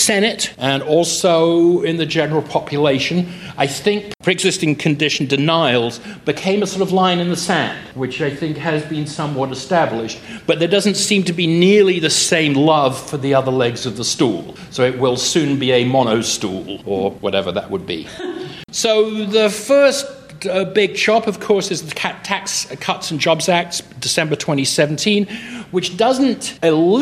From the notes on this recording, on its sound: These four episodes were recorded at the 2018 SEALS conference. Four of us got together as a panel. This was a panel, not a typical studio recording.